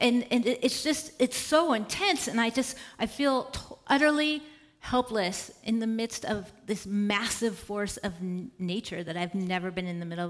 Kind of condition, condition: setting, live audience